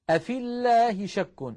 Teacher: لفظ الجلالة سبق بكسرة الفاء لأن الياء سقطت للتخلص من الساكنين